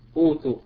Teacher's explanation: في رواية الإمام حفص عن عاصم لا يجوز لنا إلا القصر، ومقداره مقدار مده حركتين فقط، المد الطبيعي. · Term: المد البدل